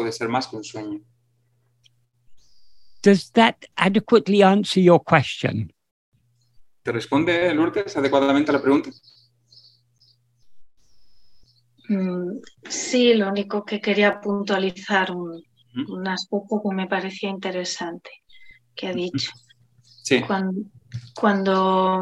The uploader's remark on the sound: In a Zoom meeting with ‘Yo Soy Tu Mismo’ (a group of Spanish devotees of Bhagavan Sri Ramana).